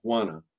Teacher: to is a small word, and it gets reduced to a schwa.